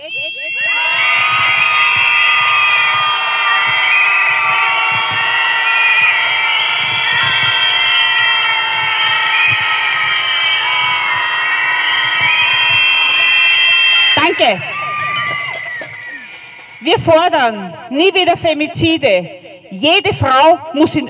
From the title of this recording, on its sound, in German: O-Ton] Schreitag gegen Femizide am 1. März 2024 in Wien